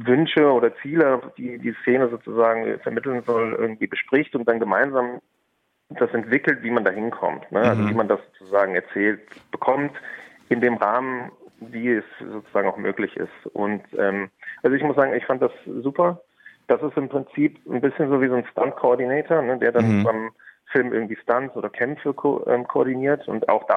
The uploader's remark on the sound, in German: Wir freuten uns darüber, den Regisseur und Co-Autoren von “Was wir fürchten” live am Telefon begrüßen zu dürfen.